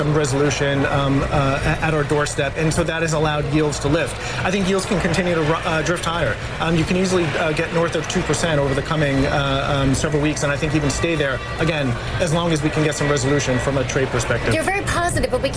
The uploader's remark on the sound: live from The New York Stock Exchange.